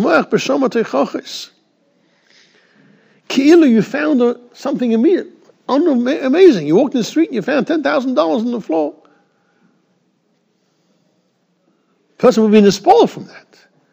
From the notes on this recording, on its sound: Shiur recorded in Yeshivas Ohr Reuven, Monsey, NY.